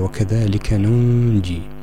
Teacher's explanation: النون الثانية ساكنة فتخفى بسبب مجيء الجيم بعدها